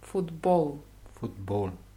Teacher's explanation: Wie im Englischen, nur die Betonung ist auf O.